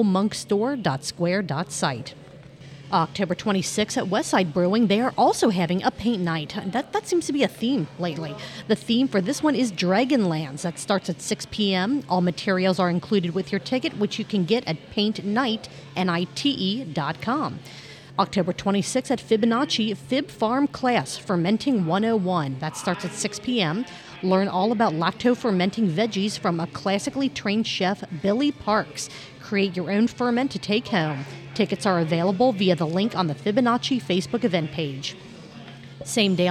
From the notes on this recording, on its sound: Episode recorded on 10/17/2023 at our amazing podcast host, Higher Gravity Summit Park!